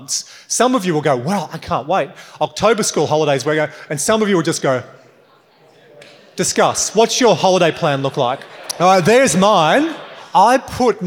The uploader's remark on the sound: LIVE. From a recent keynote.